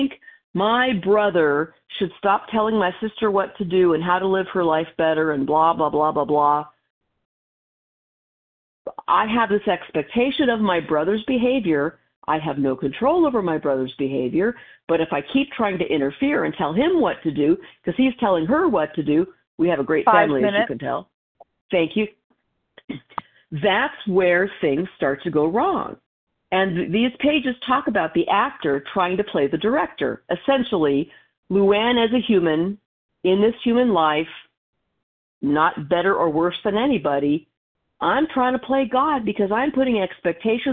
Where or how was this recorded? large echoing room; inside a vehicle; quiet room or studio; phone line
phone line